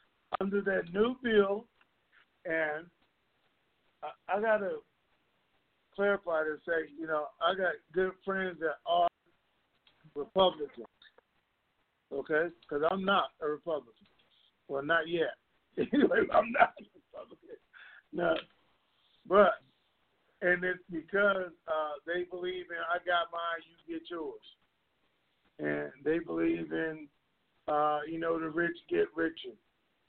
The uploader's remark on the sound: TNTSuperfantastic Conference Call